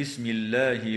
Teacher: وتفخم اللام في اسم الله لوقوعها بعد ضمة